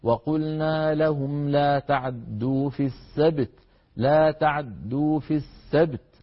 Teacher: ومنهم من اختلس هذه الفتحة بمعنى قرأها مسرعة فيها سرعة شيء من السرعة مع خفض الصوت